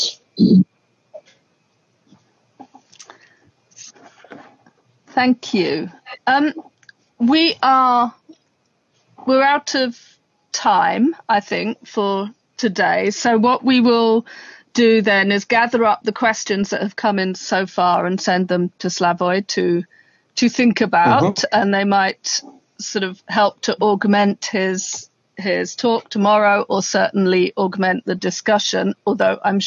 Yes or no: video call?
yes